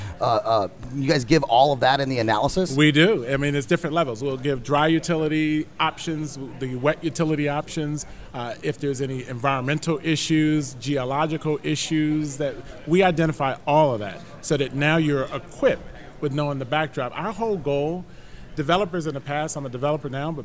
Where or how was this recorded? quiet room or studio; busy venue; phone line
busy venue